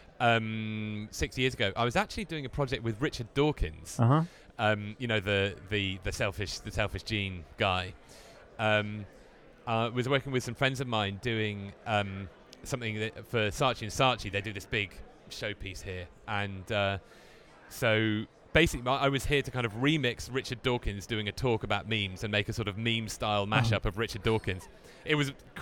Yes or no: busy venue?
yes